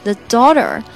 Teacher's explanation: to see the daughter on herbirthday。这个 t h e the 这个单词啊，记住舌头也是要伸出来。The daughter, 后面的这个 t 我们还是要把它浊化，变成类似于 d 的音